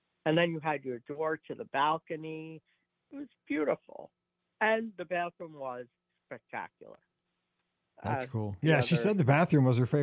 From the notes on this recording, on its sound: This is the Live Call-in Show from this past Sunday night, April 23, 2023!